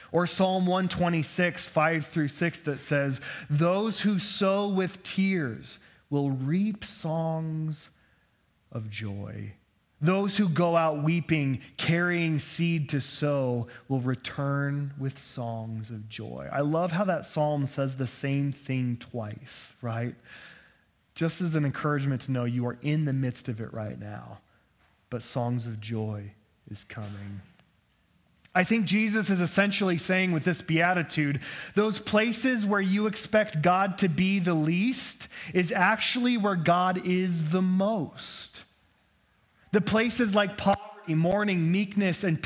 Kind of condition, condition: setting, large echoing room